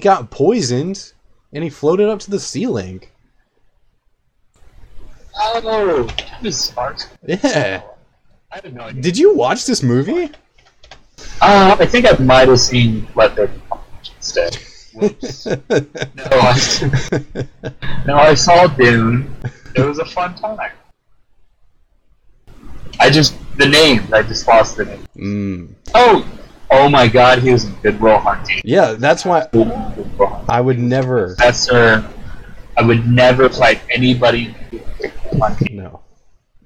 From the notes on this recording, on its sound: Sorry for the audio issues